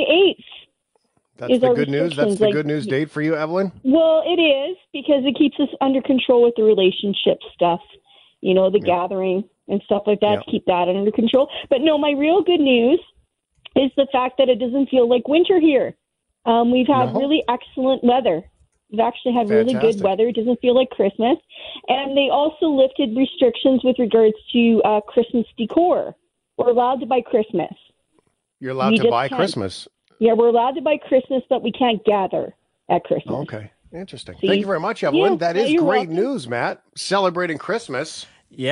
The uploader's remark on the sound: Our Shiftheads call in with the good news in their lives. Our New Zealand/Canadian man, reports live in Japan.